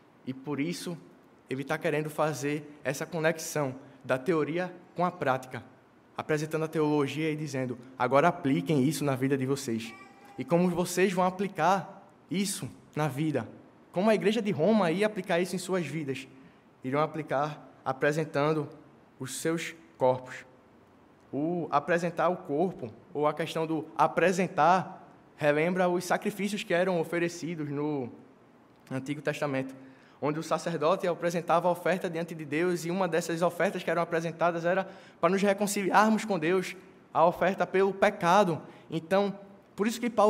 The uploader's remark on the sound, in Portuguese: no culto presencial e transmitido ao vivo